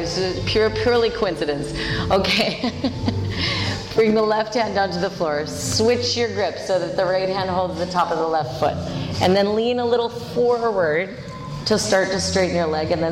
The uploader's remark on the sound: This is a full length jivamukti yoga class, recorded at Jivamukti Yoga School in New York City.